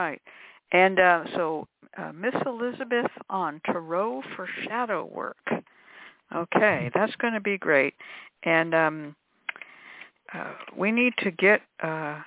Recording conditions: phone line